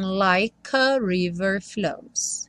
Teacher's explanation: Aqui é interessante notar que o like não vai ter o E pronunciado, e aí o K já junta no A do a river